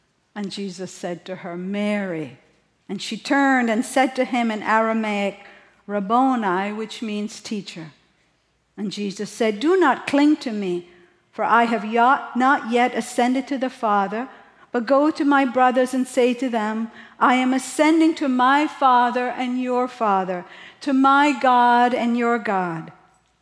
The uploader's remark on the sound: at the April 9, 2023 Sunday morning services of Boca Raton Community Church in Boca Raton, Florida